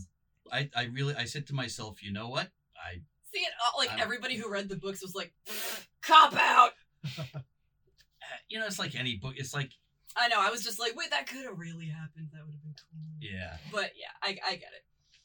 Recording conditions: poor microphone